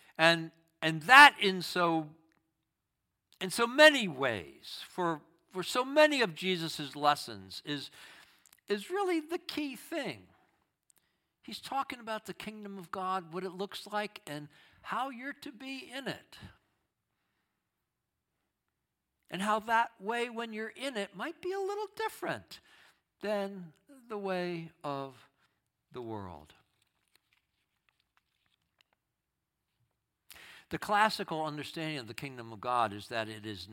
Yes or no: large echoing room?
yes